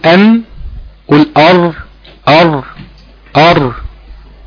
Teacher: يبقى الفرق بين اللام والراء والنون في شكل اللسان نفسه، لكن هما الاثنين بيلمسوا نفس المنطقه اللي هي منطقه اللثه، لثه الاسنان العليا